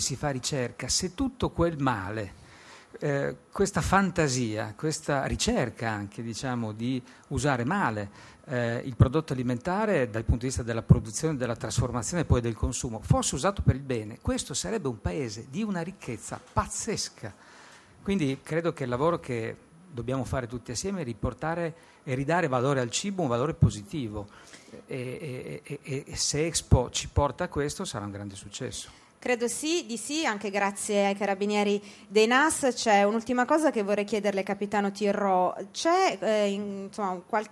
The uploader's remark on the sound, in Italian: In diretta da Expo 2015.